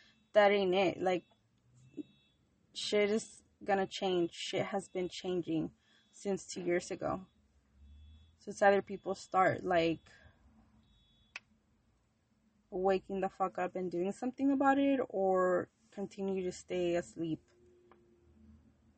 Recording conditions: sounds in the background